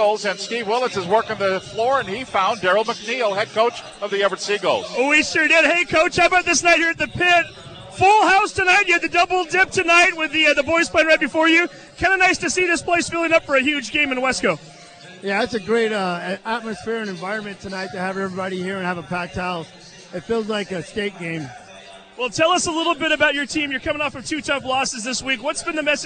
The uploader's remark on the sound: Live from Joe Richer Court at Everett High School